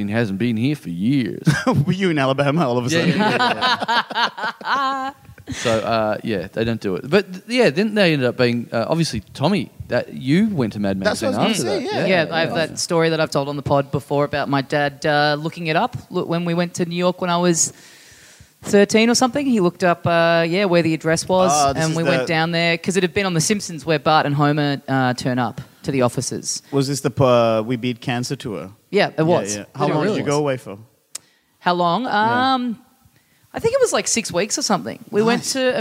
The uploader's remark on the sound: We are live from the 2018 Koh Samui International Podcast Festival, talking shit on the beach in front of an audience of over two hundred people who've come on this insane trip with us!